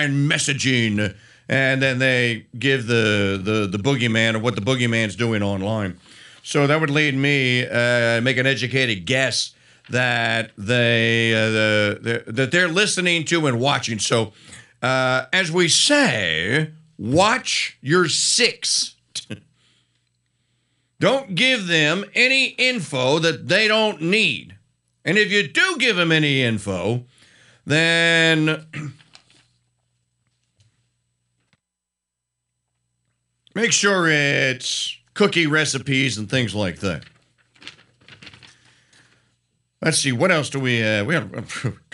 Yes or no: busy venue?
no